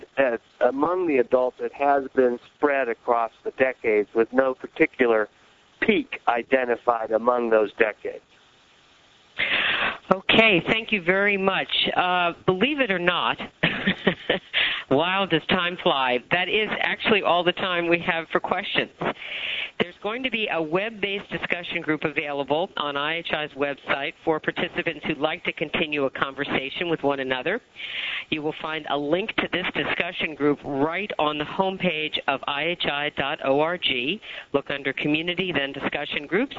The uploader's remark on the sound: July 2005 Author in the Room® Teleconference